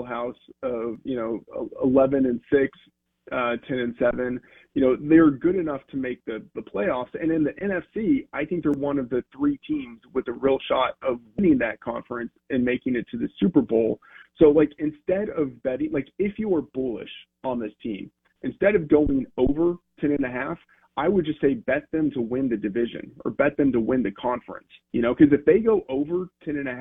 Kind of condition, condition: link, phone line